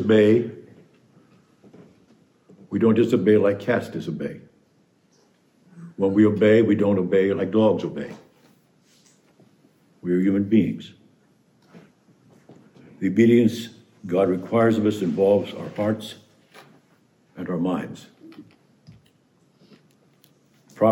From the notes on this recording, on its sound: preached this homily on the eve of the Feast of the Annunciation, March 24, 2022